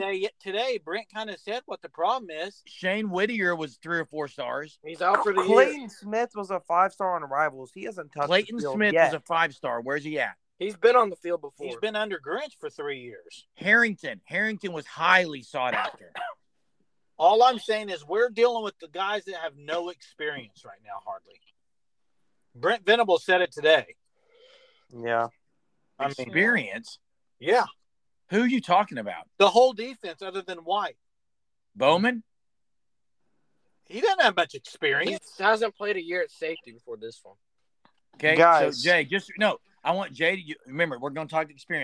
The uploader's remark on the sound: We did have audio issues with some people driving during the podcast